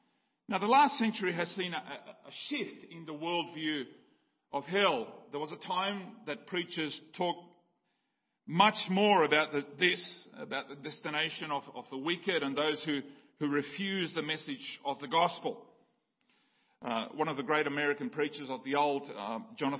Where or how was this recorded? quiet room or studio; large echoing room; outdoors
large echoing room